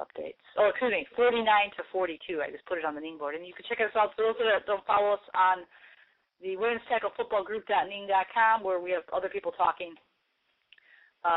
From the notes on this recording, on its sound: Note: There were a few technical difficulties with his phone.